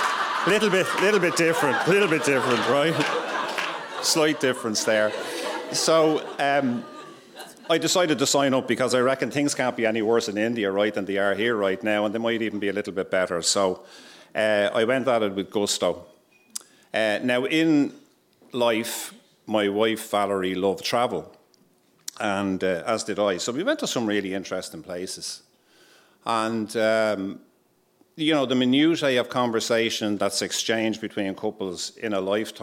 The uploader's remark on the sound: Recorded live onstage at our monthly Story Slam's in Dublin's Sugar Club